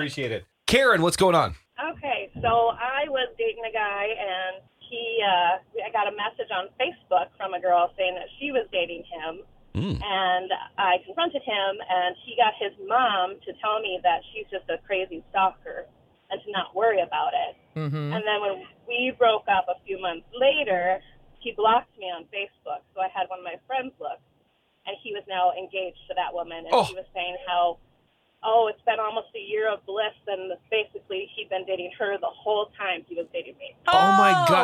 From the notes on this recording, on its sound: The phone lines open with stories from listeners. LIVE 2-7pm on 94.5 KS95.